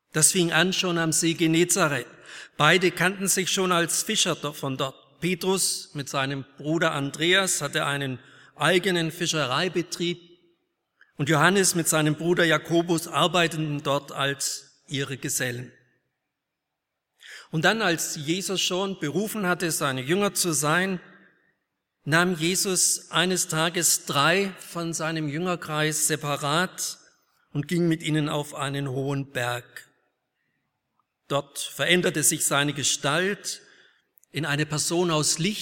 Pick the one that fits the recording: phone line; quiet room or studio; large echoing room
large echoing room